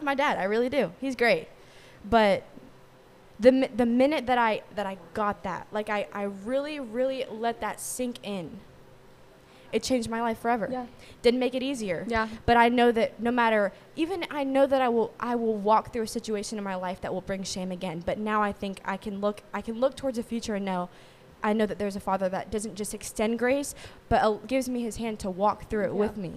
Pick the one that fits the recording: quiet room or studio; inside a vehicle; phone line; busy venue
busy venue